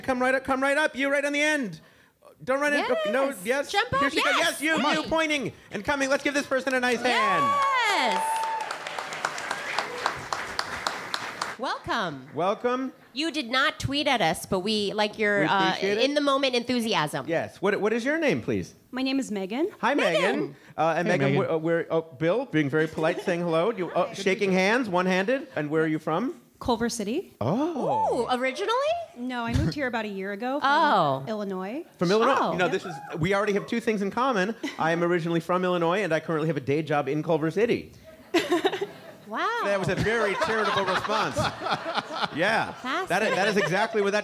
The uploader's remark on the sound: was recorded as part of a live open